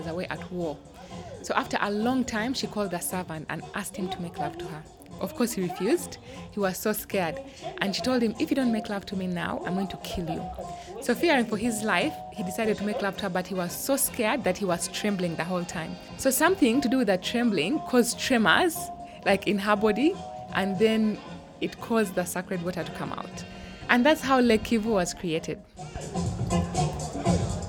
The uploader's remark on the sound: We loved it and recorded some audience reactions and also got the chance to talk to the director about it.